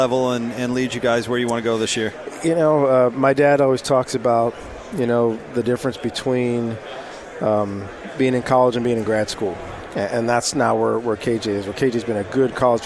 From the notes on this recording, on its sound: live from Pac-12 Media Day